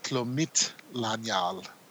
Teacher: The stress is on the M-I-T, accent on the I.